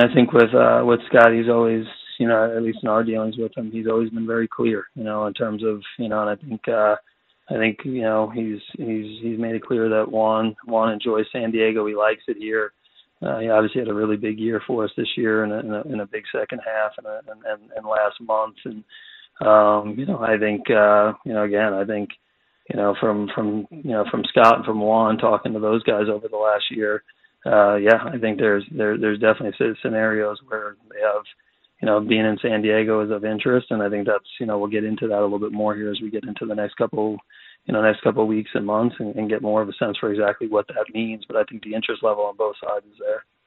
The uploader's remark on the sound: We open up the phones.